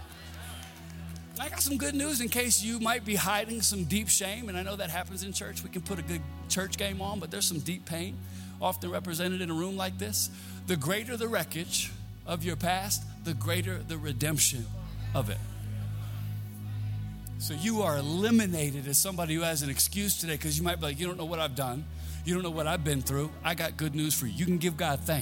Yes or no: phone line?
no